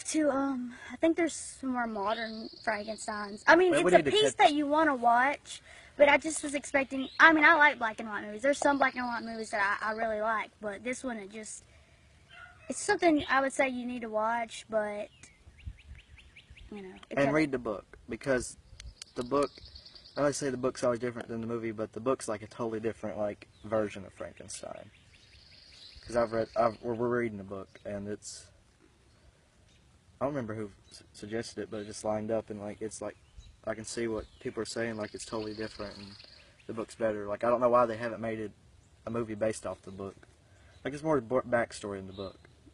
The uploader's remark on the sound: This episode was recorded as a video and you can hear us talking about getting everything in order. We were outside when we filmed this, not the best idea, but thought it would be fun because we recorded this originally as a video.